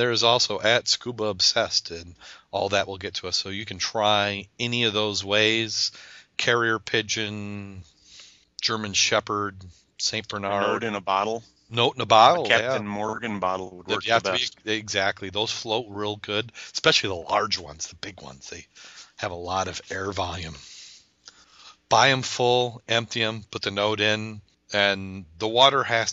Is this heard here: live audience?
no